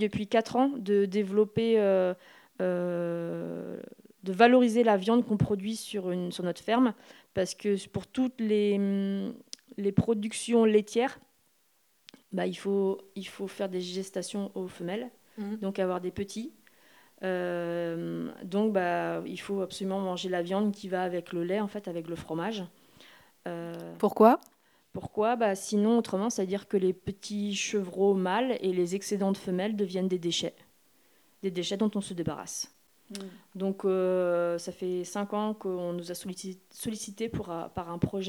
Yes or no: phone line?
no